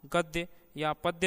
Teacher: संयुक्त व्यंजनों के पूर्व के ह्रस्व ध्वनियाँ भी गुरु मानी जाती हैं। उदाहरणार्थ गद्य या पद्य में ग या प ध्वनि ह्रस्व है किंतु उसके आगे द्य का संयोग है, इसलिए उसका उच्चारण गुरु होता है, जो प्रकारांतर से दीर्घ ही माना जाएगा।